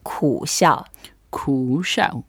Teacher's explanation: 苦 is the third tone, so we go down first and then go up.